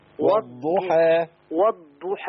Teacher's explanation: الضاد عندي هنا مشددة